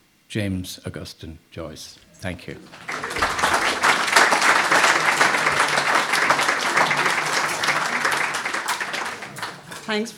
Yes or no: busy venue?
yes